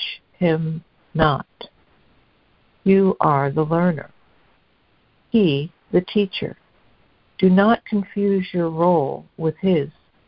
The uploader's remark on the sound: ACIM Daily Conference Call